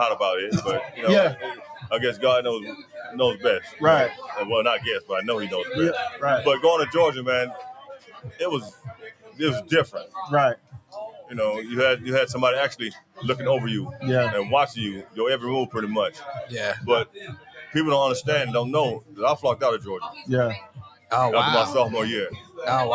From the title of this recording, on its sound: Live at Juneteenth